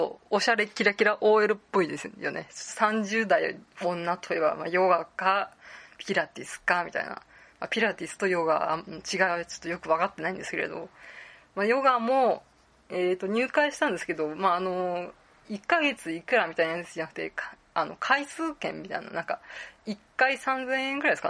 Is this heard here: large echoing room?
no